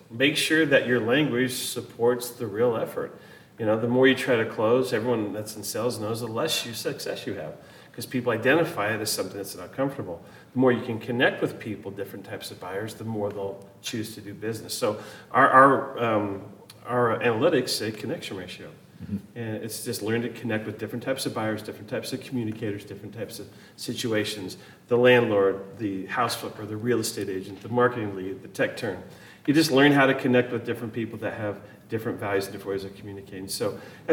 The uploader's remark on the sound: live from Caesar's Palace in Las Vegas at EPIC 2023